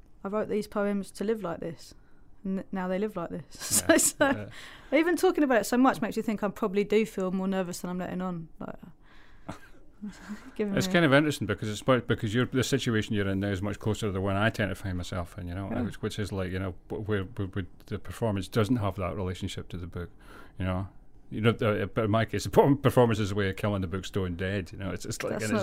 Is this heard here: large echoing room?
no